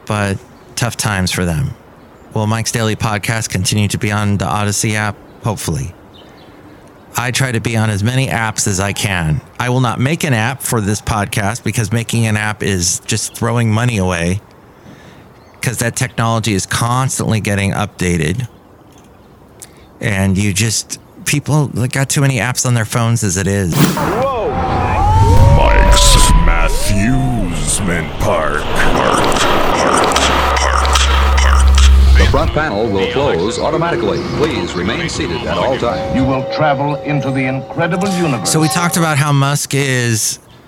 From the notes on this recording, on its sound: podcasts live from Café Anyway